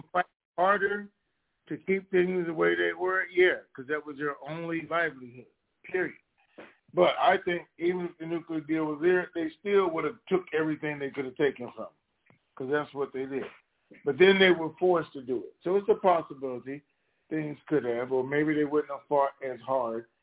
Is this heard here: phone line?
yes